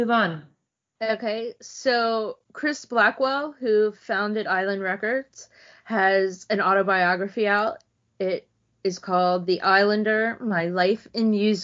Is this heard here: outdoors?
no